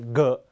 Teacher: ghกับตัว gออกเสียงเหมือนกันเสียงก้อง